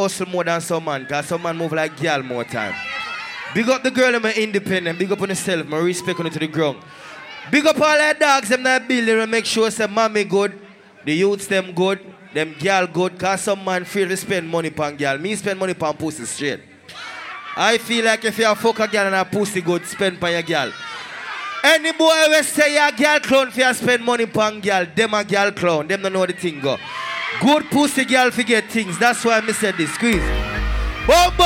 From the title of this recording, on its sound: Fever Fridays - Port St. Lucie, FL 9/2/22 (LIVE AUDIO)